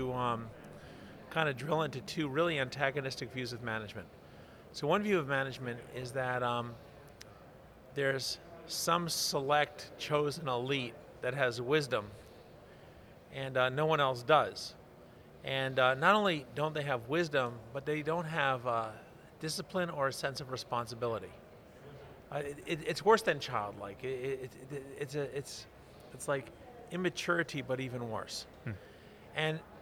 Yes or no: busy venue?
yes